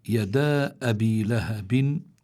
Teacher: ألف لينة جاء بعدها همزة، الألف في كلمة والهمزة في الكلمة التي تليها، فبيكون هون عندنا مد منفصل وحكمه الجواز، يمد حركتين أو أربع حركات.